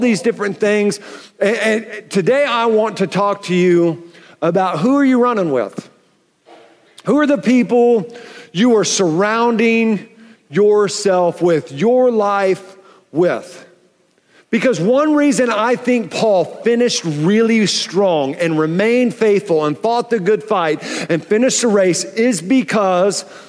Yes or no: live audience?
yes